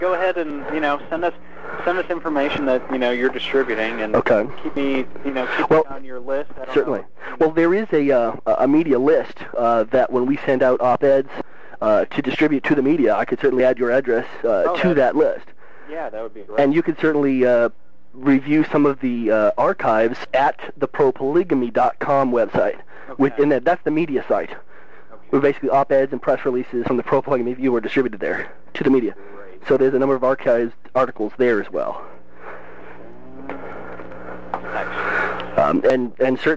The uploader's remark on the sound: FOX News Radio. This podcast episode includes 16 different phone calls, made over a period of almost 3 months.